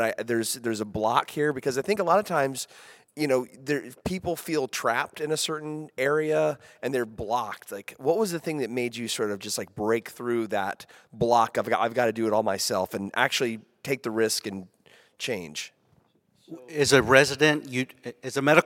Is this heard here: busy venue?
yes